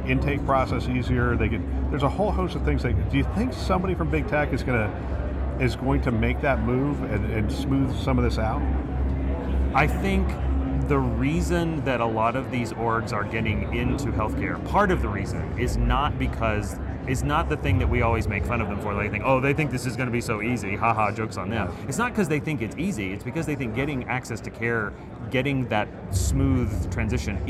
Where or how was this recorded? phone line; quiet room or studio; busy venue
busy venue